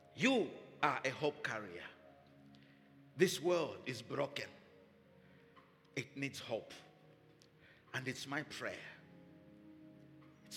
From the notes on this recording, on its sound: Recorded Live at Doxa Deo Tshwane Central on Sunday 11 February 2024 (Morning Service).